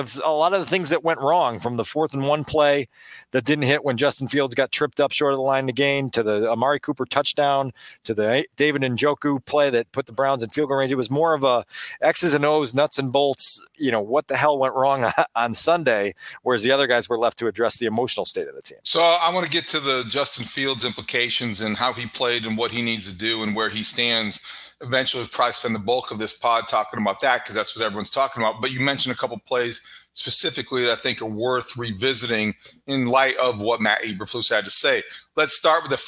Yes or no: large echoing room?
no